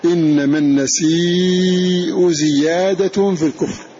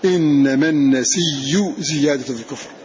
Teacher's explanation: فهذا معنى قوله والنسي بيائه وأدغم في ياء النسي، أبدل الهمزة ياء ثم أدغمها في الياء بعدها فصارت مشددة · Shown in: second take · فثقل بتشديد، إنما النسي زيادة في الكفر.